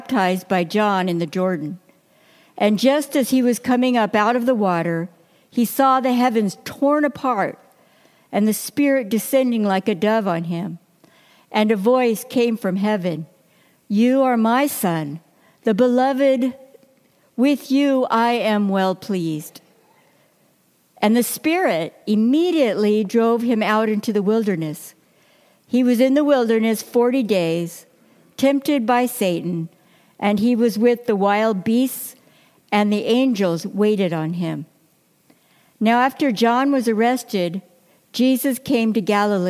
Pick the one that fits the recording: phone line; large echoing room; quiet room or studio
large echoing room